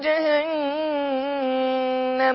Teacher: النون بتطلع من طرف اللسان